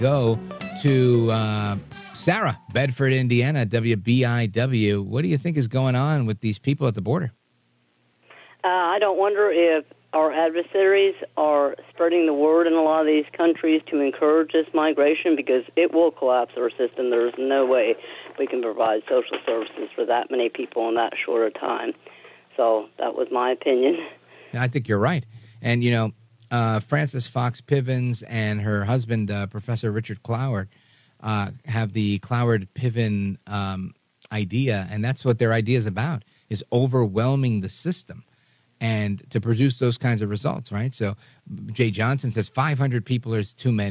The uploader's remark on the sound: we take your calls in open phones across America